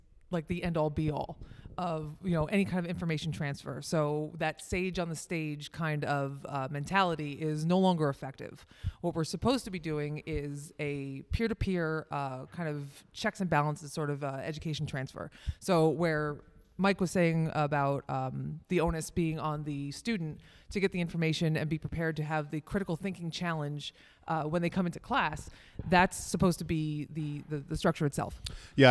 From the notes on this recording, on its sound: LIVE from Atlantic City! The gang went on the road to the National Conference on EMS to do a live-recorded episode. We get into it in front of a live audience!